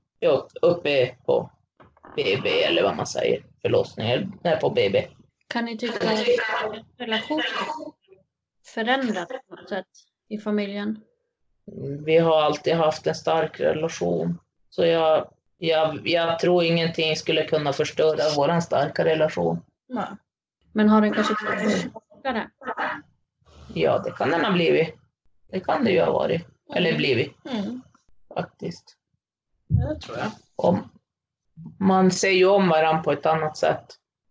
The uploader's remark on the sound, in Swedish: Tyvärr är ljudkvalitén något sämre i detta avsnitt eftersom vi spelade in via länk.